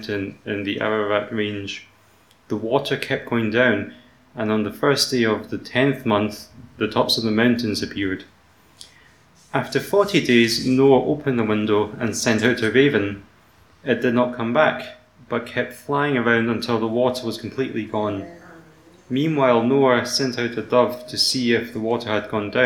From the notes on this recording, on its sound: Audio podcast of all-age morning service for harvest